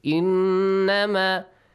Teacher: nun mushaddad must produce a nasal sound and extend the sound for two counts